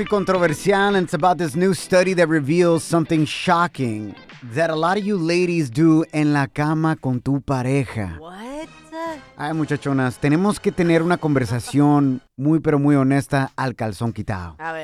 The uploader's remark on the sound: we opened up the phone lines and asked our listeners